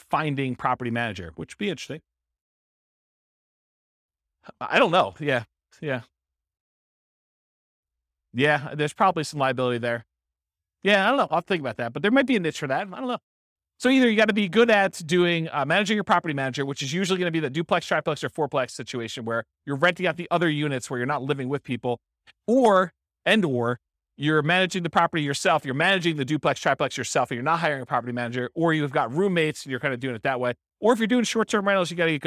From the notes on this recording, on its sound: This was a live class recorded